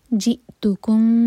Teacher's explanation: حمزہ پر cut off sound لیکن قلقلہ نہ ہو